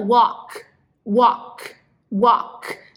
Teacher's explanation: Você não vai dar ênfase, você não vai pronunciar esse L